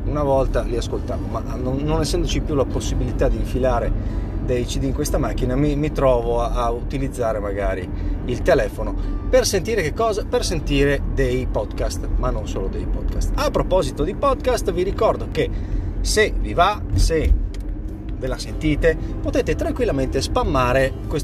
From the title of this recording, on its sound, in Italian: Live dalla macchina